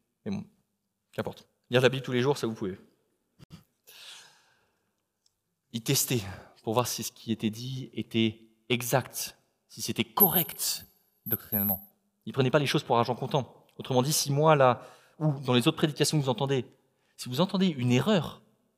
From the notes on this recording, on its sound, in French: Enregistré à l'église CVV, le 12/09/2021